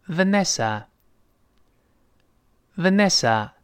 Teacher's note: 注意这个字母 V，上牙触下唇